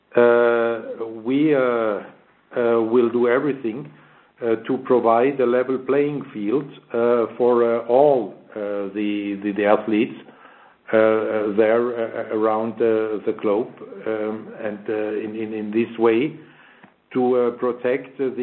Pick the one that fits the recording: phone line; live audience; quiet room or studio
phone line